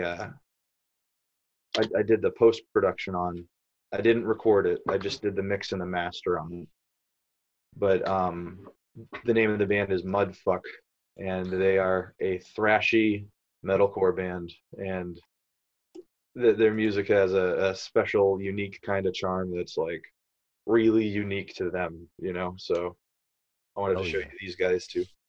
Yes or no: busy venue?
no